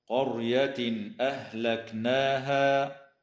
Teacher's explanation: ويظهر التنوين عند الهمزة